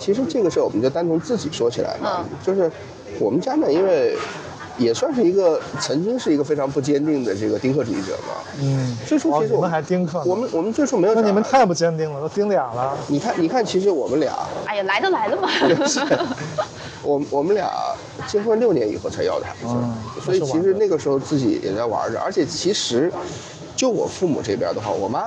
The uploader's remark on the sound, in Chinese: 因为孩子的哭闹，录制环境受限，这期节目放在了户外录制，有相当多的环境音。